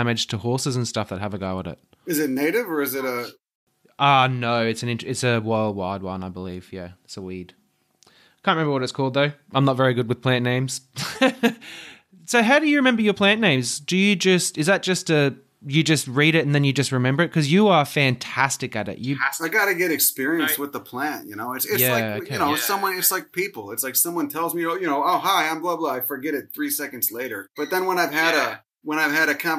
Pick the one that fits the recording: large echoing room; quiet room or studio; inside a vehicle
quiet room or studio